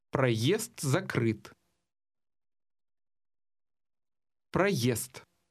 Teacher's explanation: The fast D at the end of the first word will almost have a T sound.